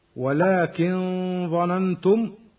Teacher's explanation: ولكن ظننتم نون ساكنة قبل الظاء يسمى إخفاء حقيقيا